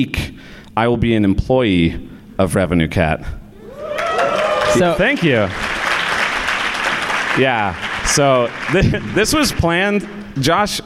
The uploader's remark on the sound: Live in Chicago. At the first ever Launched Live at Deep Dish Swift in Chicago.